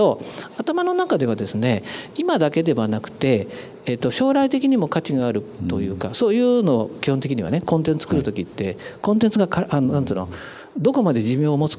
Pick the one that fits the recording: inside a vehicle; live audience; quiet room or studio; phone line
live audience